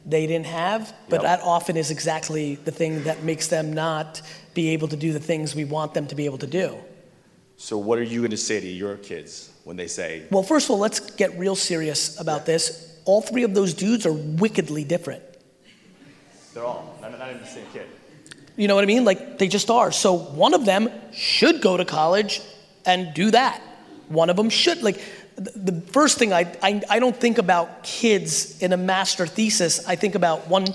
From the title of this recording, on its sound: Keynote at Slimebash Event